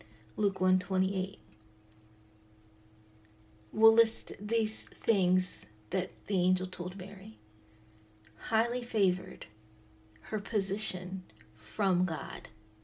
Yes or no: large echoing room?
no